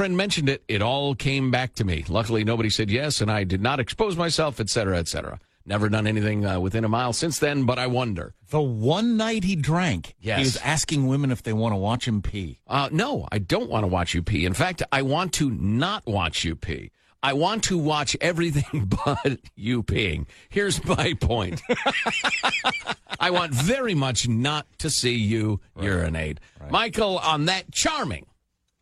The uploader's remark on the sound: We taking phone calls again?